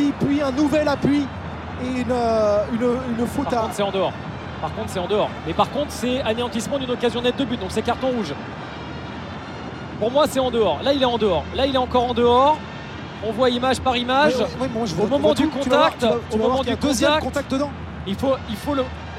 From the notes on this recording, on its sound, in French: Point ambiance en direct d'Abidjan.